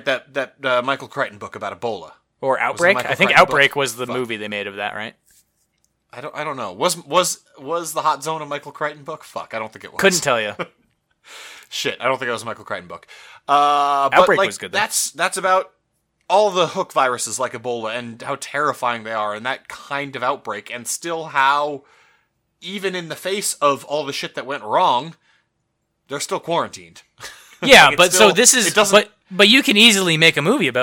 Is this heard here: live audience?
no